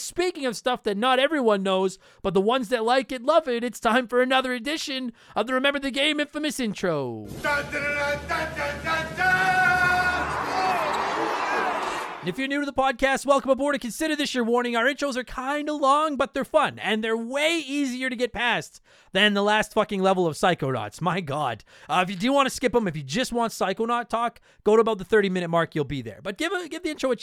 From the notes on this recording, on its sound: listen in on the phone call we had